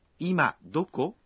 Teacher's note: Deve-se falar com uma entonação ascendente.